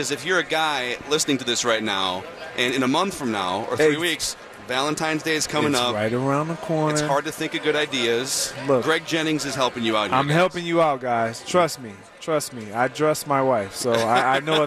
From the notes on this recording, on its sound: live from Radio Row all week